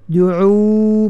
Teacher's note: pastikan ain keluar daripada tengah halqum